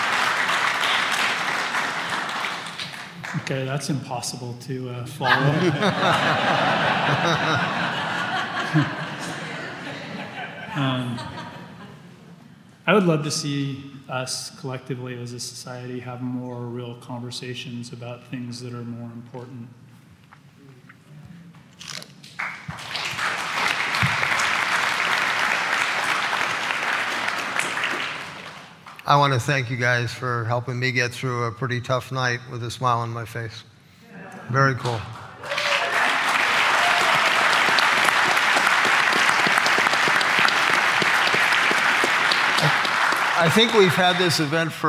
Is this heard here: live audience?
yes